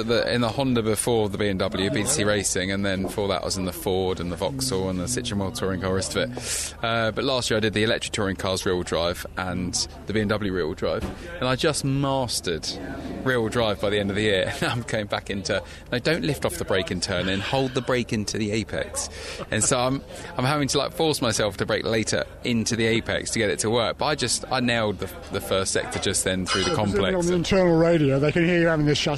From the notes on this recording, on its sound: at Thruxton Media Day